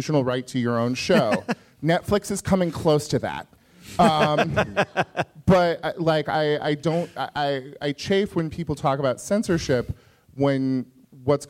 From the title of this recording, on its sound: A Live Podcast